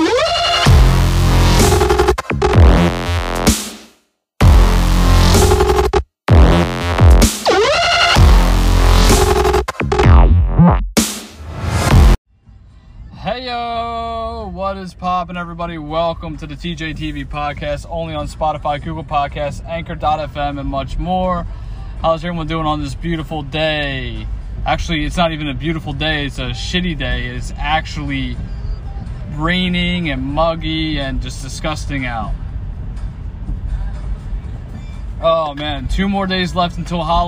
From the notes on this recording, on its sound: During today’s episode I was in a nor’easter driving on my way home and it was scary! If I sound like a robot and I’m stuttering that’s why.